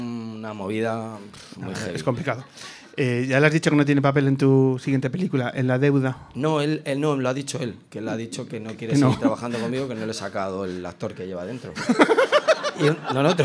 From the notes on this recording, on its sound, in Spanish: grabando sobre el escenario de la Sala Vesta de Madrid